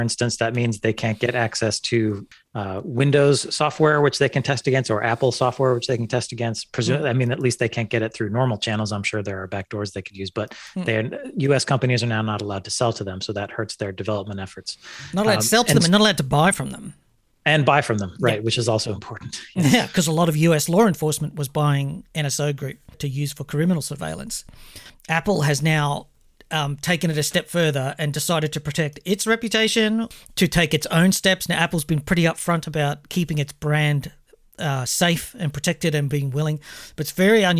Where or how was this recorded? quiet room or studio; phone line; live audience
quiet room or studio